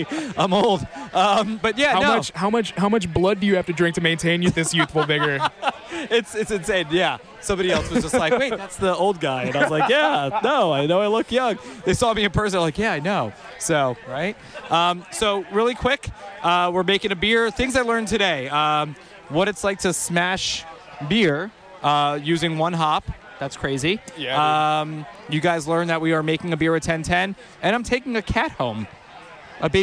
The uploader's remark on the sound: Runs to as many brewers as he can, while staying dry at the 2nd Annual Florida SMaSH Beer Festival brought to you by our friends at Hourglass Brewing.